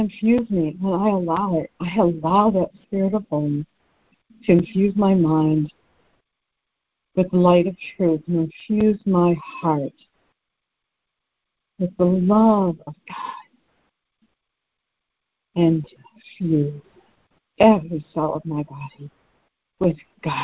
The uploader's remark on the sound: ACIM Daily Conference Call